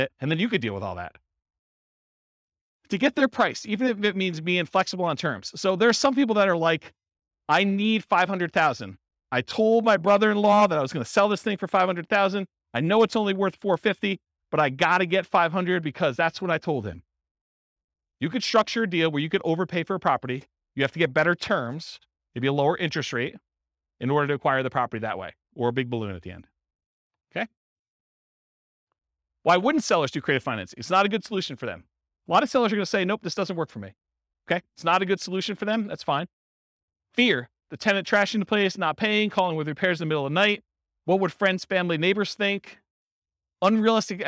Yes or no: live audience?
yes